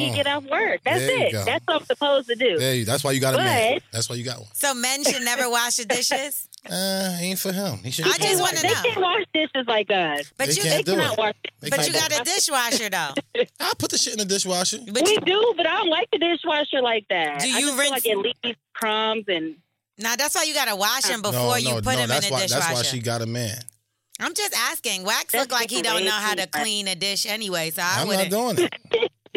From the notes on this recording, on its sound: we even had some listeners call